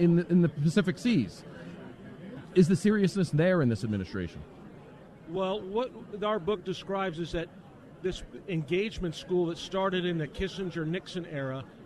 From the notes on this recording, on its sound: LIVE from CPAC for the second day in a row!